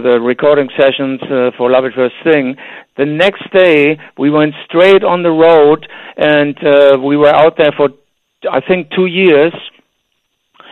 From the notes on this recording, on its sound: phones